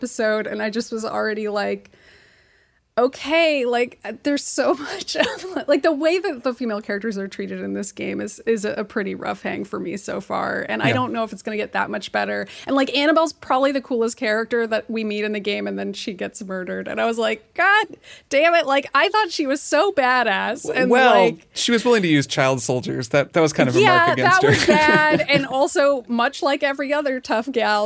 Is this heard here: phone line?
no